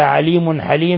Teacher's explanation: تنوين ضم جاء بعده الحاء إظهار حلقي. ثم الوقف على ميم حليم يوقف عليها بالسكون وتعامل معاملة العارض للسكون، ففيها 3 العارض القصر والتوسط والإشباع.